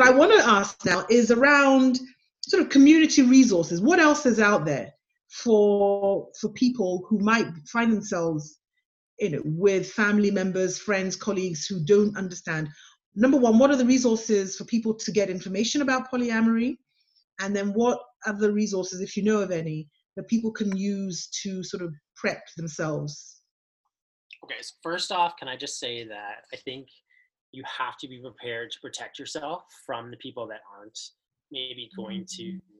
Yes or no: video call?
yes